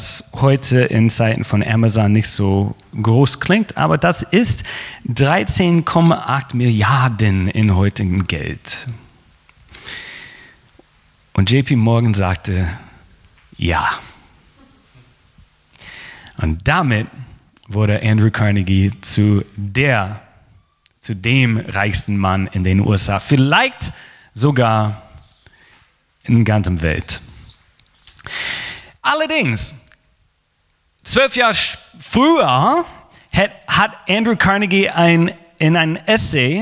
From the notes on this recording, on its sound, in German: Gottesdienst vom 15. November 2020.